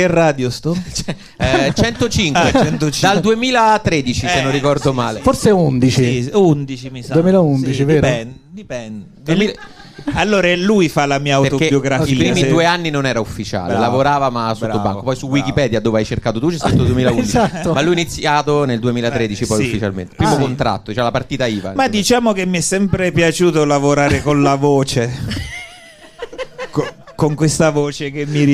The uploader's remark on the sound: Live dal GhePensiMi di Milano